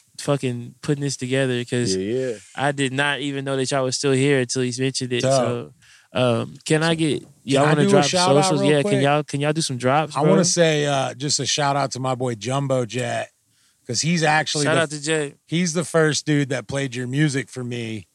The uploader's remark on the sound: We recorded this outside behind the restaurant so there was a lot of noise. I tried my best to get this mix decent though lol.